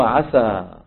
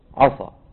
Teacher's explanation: فلو فخم قارئ هذه السين من عسى، فقط فخمها ما غير المخرج، فقط فخم السين · Shown in: second take